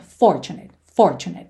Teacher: essa palavra tem a sílaba tônica na primeira sílaba